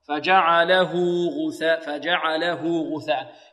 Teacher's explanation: إذن هنا الهاء نصلها بواو لفظية لأنها الضمير وقعت بين متحركين